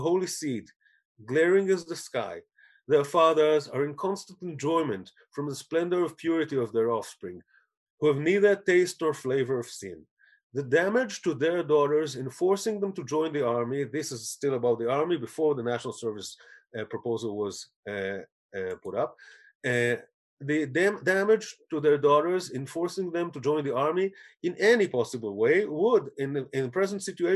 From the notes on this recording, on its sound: This audio was originally captured from Zoom on 02/03/2021 as part of Drisha's Spring Zman.